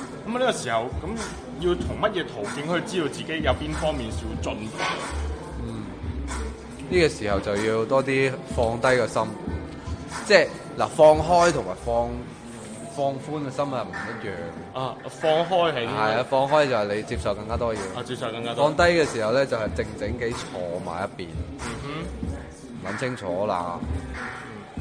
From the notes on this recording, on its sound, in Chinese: 很多杂音。